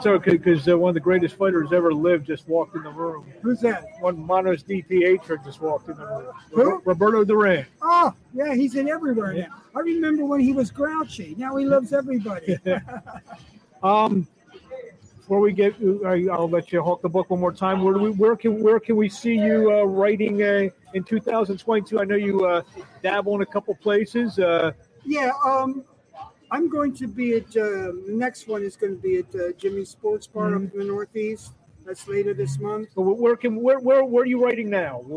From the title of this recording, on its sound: LIVE FROM ATLANTIC CITY BOXING HALL OF FAME